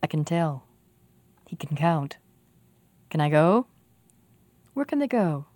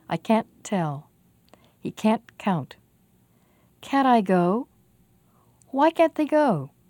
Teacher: When we say can, we almost don't say the vowel, the a, at all. · Shown in: first take · The word sounds like can. · The not part is difficult to hear, but the vowel a is very clear.